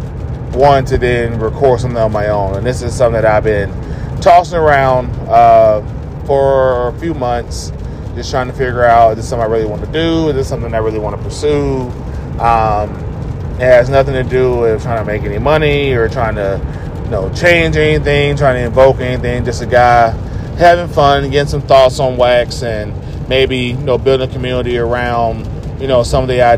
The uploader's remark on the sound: Self produced, self recorded (while driving), and self edited.